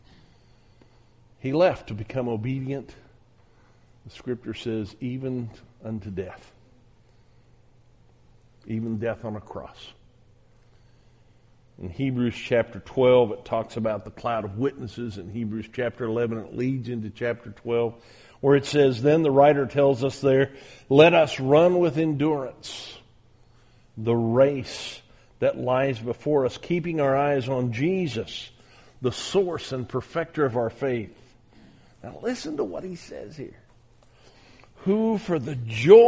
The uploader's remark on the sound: on January 10, 2021 at the Southwest Church of Christ in Omaha, Nebraska